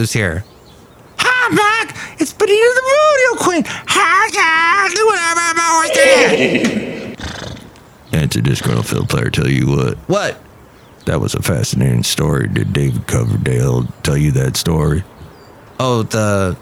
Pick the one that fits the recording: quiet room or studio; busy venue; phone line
busy venue